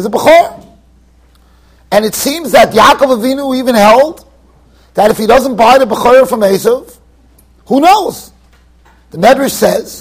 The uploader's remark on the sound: Shiur recorded in Yeshivas Ohr Reuven, Monsey NY.